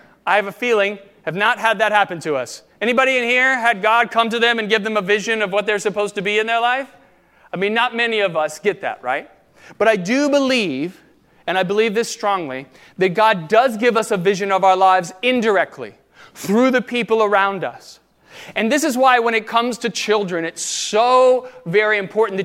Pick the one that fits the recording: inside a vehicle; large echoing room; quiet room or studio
large echoing room